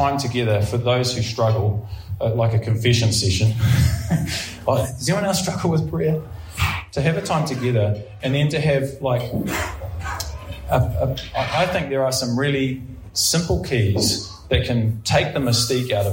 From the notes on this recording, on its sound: Preached at Ngaruawahia